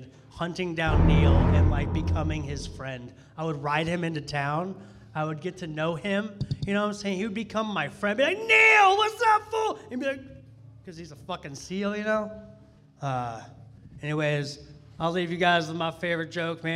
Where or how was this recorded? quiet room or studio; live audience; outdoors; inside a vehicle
live audience